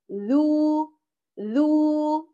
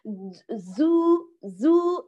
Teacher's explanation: لم يخرج فيه صوت الصفير الزاي، نريده ذالا خالصا · Shown in: first take